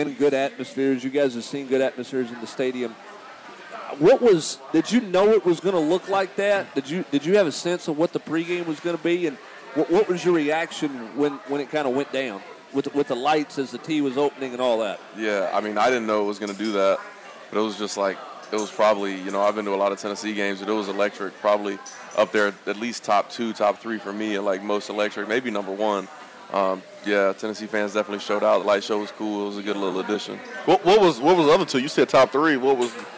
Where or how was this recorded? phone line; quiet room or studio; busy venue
busy venue